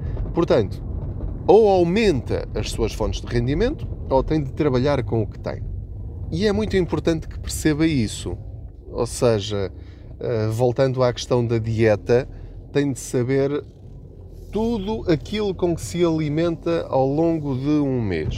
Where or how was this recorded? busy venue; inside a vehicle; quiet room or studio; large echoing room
inside a vehicle